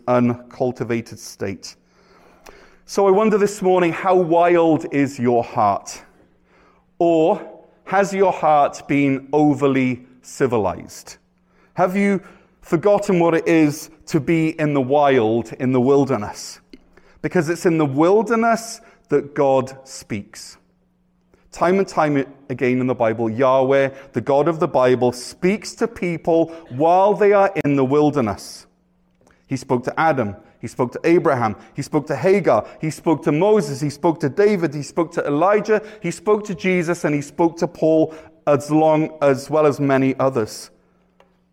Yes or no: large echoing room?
yes